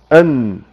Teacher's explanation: النون الساكنة بتخرج من طرف اللسان، أن سواء كان تنوين أو نون ساكنة.